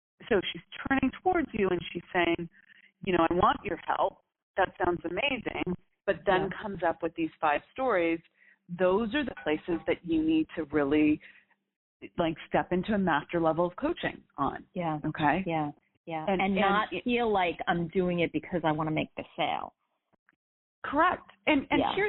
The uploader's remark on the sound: In this Coaching Uncut Series, we take you behind the scenes and allow you to listen in to the coaching I do with clients. All of these coaching calls have been recorded with permission from my clients.